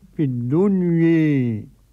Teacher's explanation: وقرأ الإمام حمزة والكسائي وخلف العاشر بالإمالة